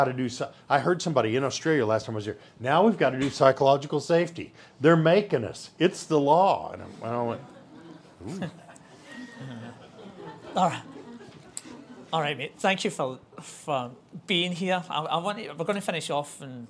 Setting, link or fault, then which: setting, live audience